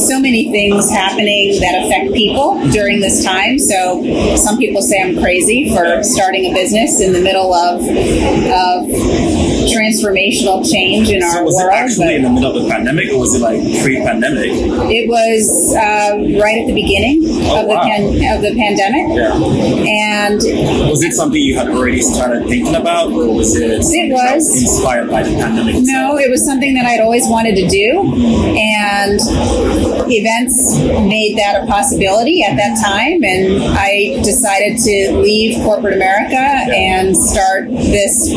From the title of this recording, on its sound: LIVE AT NAA